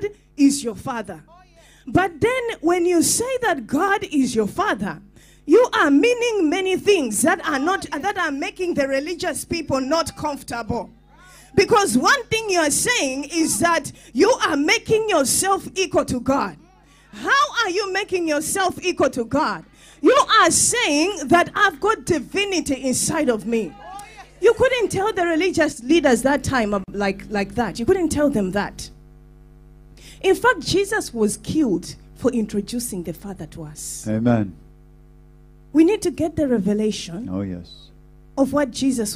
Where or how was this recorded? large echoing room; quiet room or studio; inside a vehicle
large echoing room